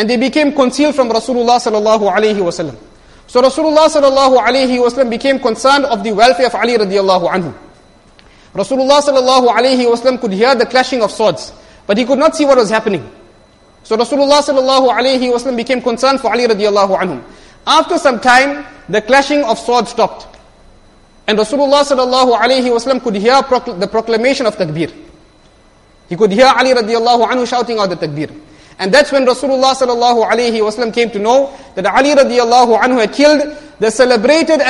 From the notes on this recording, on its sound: Jumuah lecture